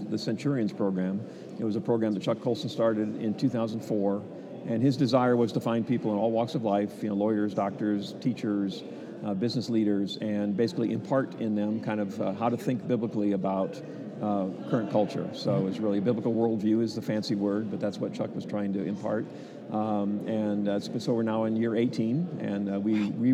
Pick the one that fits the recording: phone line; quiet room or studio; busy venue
busy venue